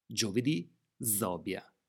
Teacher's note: Il suono della G dolce che tende alla Z. Giovedì si dice Zobia a Ferrara.